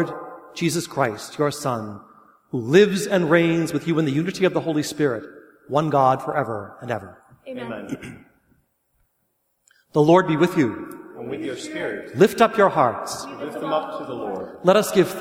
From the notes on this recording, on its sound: Mass for the 5th Sunday of Lent, recorded at St. John the Evangelist Church.